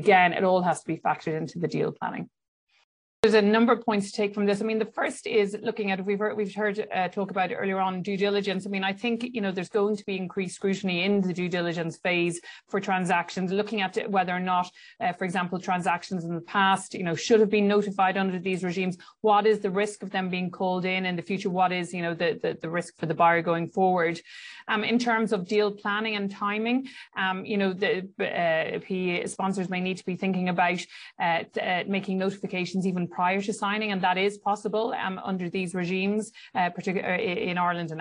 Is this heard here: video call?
yes